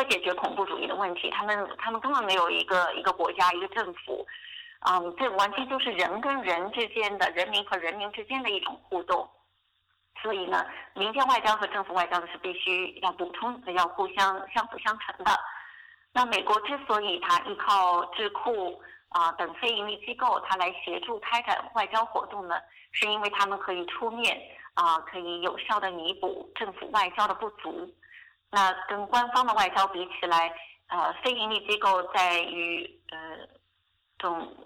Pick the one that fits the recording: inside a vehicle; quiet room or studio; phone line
phone line